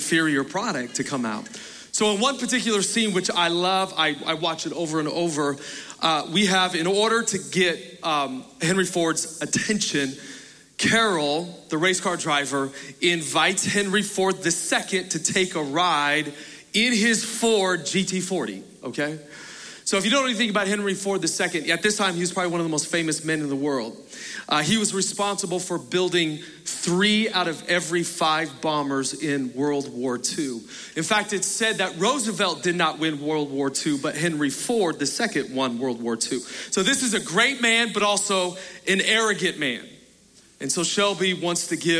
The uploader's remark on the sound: Recorded Live at Capital Church in Meridian, Idaho